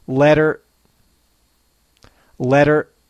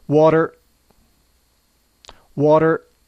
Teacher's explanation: Often in American English, the T in the following words is pronounced more like a D. · Term: special T sound